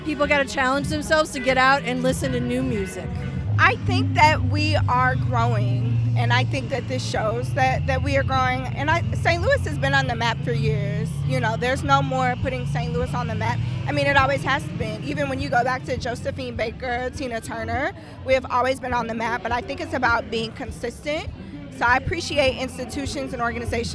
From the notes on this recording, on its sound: 2023 Music at the Intersection festival brings the sounds of soul to St. Louis. Spoke with festival-goers about why they came out.